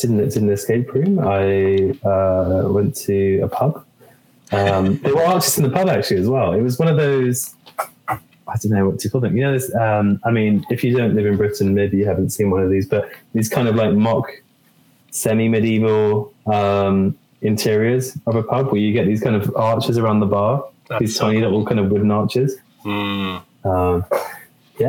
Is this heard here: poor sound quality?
yes